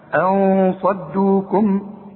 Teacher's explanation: وخد بالك من الصاد بقى، بدون تشديد، مش مشددة زي الإدغام